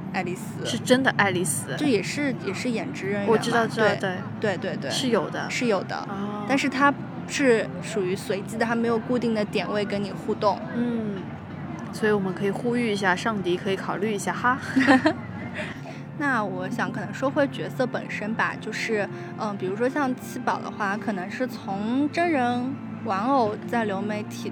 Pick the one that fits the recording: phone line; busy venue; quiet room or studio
busy venue